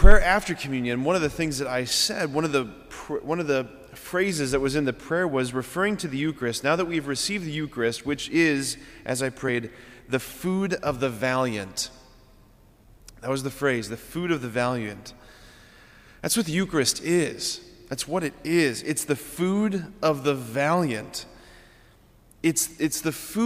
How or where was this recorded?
large echoing room